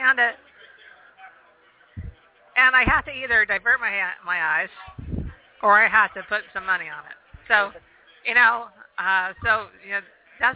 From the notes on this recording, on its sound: We are LIVE out at the first ever, Geek Day at the Phoenix Film Festival.